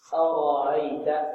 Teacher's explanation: أرأيت، نحن قلنا الراء مفتوحة المضمون مفخمة في السورة مرققة. أرأيت، والهمزة الثانية مسهلة بينها وبين الألف